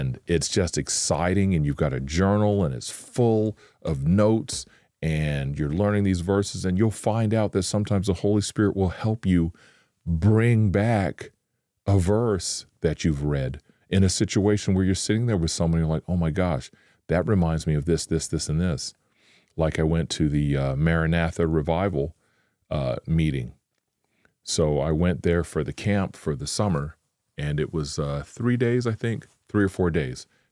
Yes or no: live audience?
no